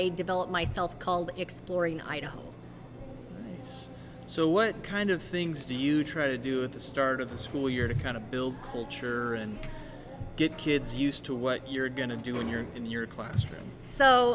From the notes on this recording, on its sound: This episode is a series of short interviews with teachers at the 2023 Idaho STEM conference.